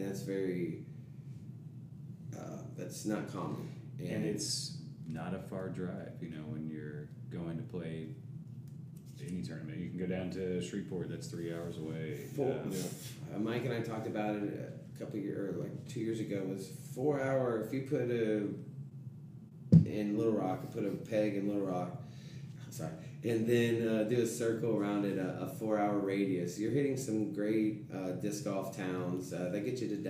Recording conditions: poor sound quality